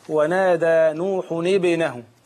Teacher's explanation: بنكسر نون التنوين لالتقاء الساكنين